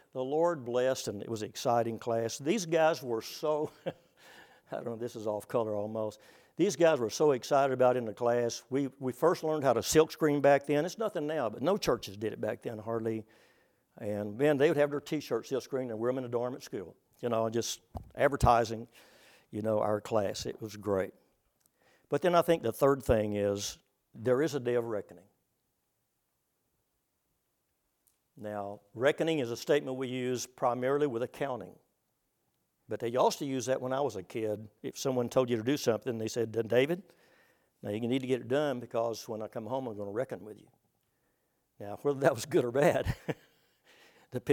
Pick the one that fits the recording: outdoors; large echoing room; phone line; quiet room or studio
large echoing room